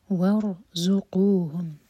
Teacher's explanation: را ساکن ہیوی ہوگا، مبرکہ پڑھیں گے اور زا پر بزنگ ساؤنڈ. وارزقوہم، فی ہے، فی اور ہے دونوں دو حرکہ مد طبعی.